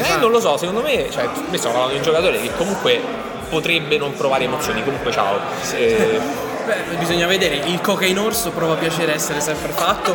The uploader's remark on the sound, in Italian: La registrazione del nostro live presso l'Apple Store di Via del Corso per Today at Apple.